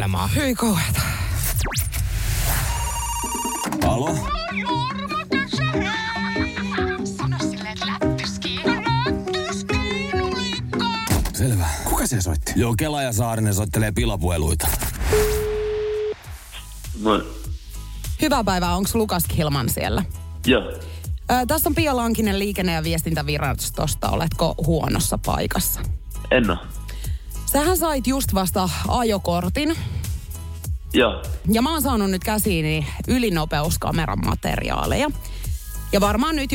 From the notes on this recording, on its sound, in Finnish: Pilapuhelun kohteeksi joutuu tällä kertaa artisti